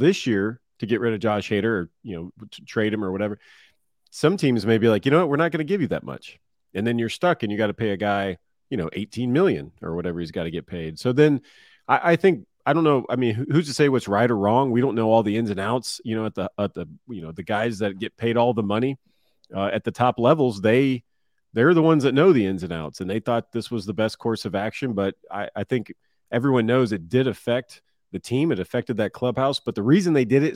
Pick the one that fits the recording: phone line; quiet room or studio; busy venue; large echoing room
quiet room or studio